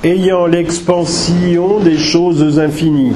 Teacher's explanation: la diérèse dans l'expansion que vous devez marquer à la lecture, prononcée en deux syllabes, parce que sinon on n'a pas d'alexandrin, ayant l'expansion des choses infinies.